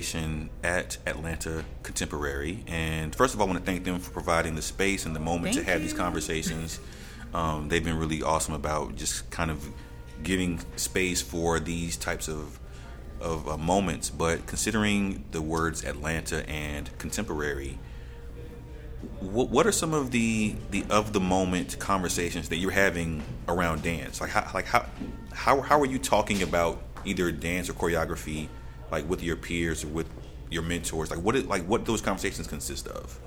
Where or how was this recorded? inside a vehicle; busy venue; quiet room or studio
busy venue